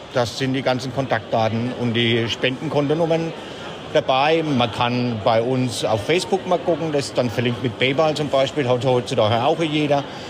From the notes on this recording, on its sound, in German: live von der Noris-Force-Con mit vielen Eindrücken und Gesprächspartnern